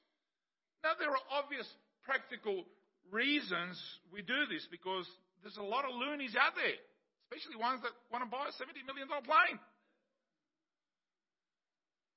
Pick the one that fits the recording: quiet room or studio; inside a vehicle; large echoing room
large echoing room